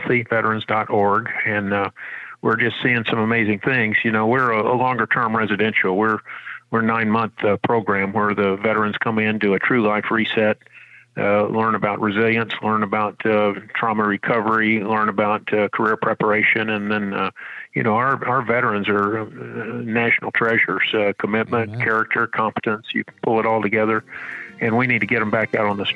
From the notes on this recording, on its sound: We take your calls in open phones across America.